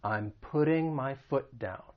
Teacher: being from the United States, I am going to use a flat T, so it'll sound like a soft D